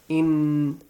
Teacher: when you say nun, in, your tongue touches the back part of your teeth. In. But when you do the ikhfa, you do not let it touch. · Term: nun sakin